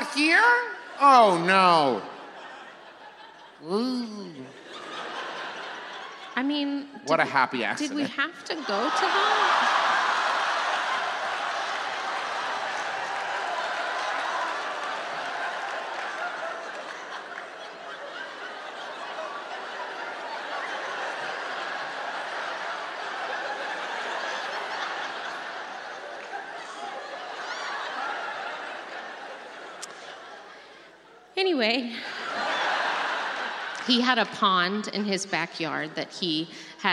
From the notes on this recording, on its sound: It was recorded LIVE in Nashville, TN!